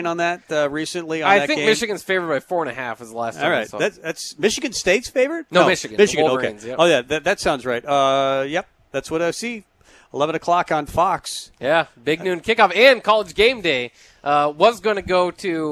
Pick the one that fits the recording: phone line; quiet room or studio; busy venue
busy venue